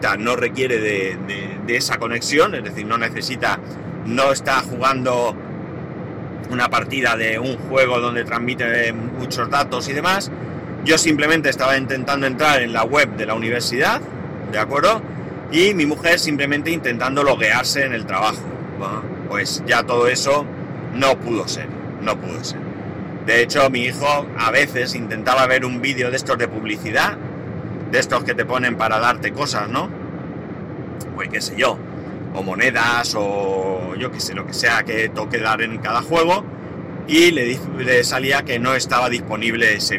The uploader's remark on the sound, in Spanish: Tras unas pruebas hechas en casa para poder recuperar mi iPhone, no he tenido mas remedio que volver a grabar con el Redmi 7.